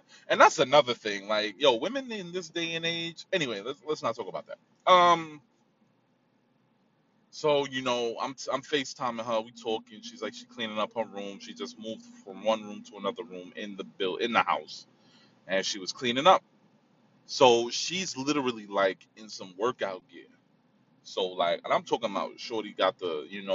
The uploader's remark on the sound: In the car. Driving.